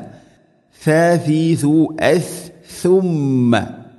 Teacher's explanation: സുമ്മ നമ്മുടെ നാവിൻ്റെ അറ്റം മുൻപല്ലുകളുടെ ഇരുനിരകൾക്കിടയിലൂടെ അല്പം പുറത്തോട്ട് വരണം, അതാണ് സുമ്മ.